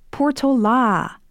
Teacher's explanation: with the accent and stress on the A